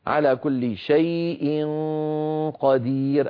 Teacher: ننتقل من مخرج الياء إلى مخرج القاف مباشرة